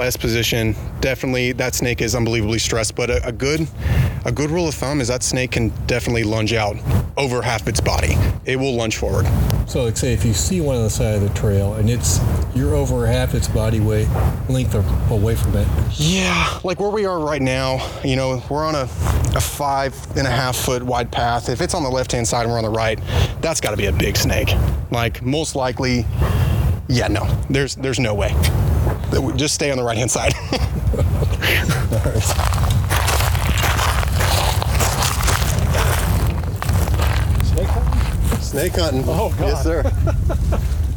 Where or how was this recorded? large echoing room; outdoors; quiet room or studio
outdoors